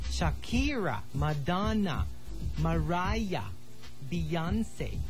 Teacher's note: the true divas have the stress on the second syllable